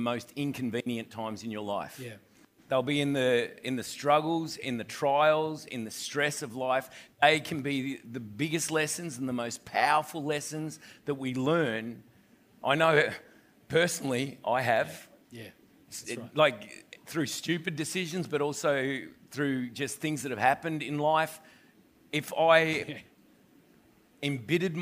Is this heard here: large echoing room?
yes